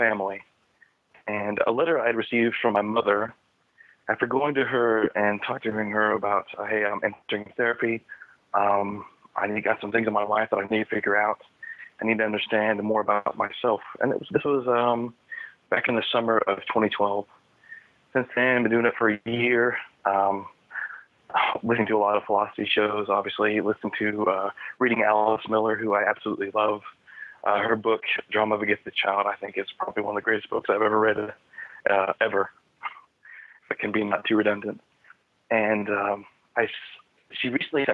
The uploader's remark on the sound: Wednesday Call In Show